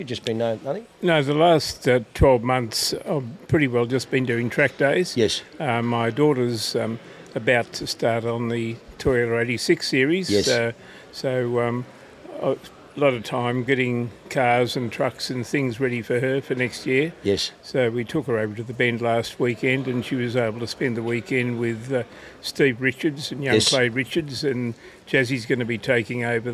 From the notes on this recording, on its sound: We come to you live from the Porsche Club Victoria's club breakfast at YTG with 300 PCV members filling the car park with everything from 964's to 991.2 GT3 RS's!